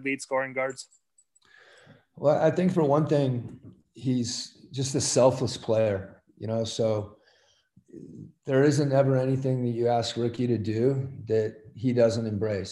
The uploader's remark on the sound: Addressed the media via Zoom conference as the team began their training camp.